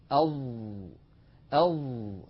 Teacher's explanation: على اليمين تمثيل لنطقنا لحرف الظاء، أظ أظ. لاحظوا أن الصوت محصور بين طرف اللسان والأسنان العليا وبين مؤخرة اللسان، وقد تصعد أقصى اللسان إلى الأعلى وانحصر الصوت في هذه المنطقة. · Term: المطبق